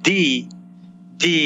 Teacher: the tongue is being involved now, touching the back of the upper teeth and a little bit the gum